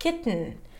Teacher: you can release it through the nose like kitten